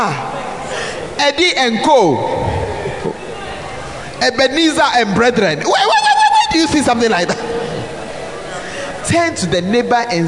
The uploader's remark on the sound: Preached At The 12 Foundations Of The Bacenta Camp